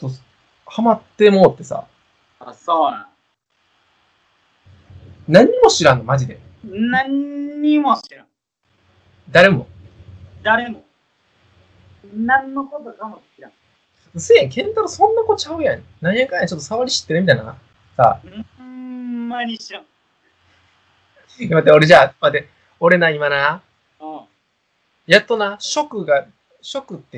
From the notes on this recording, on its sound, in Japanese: １ヶ月ぶりの収録かつ初のリモート収録です。とんでもなくノイズ入ってて。